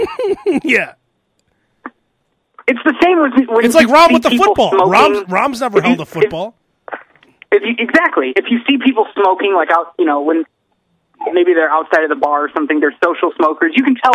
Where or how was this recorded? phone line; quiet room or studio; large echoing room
phone line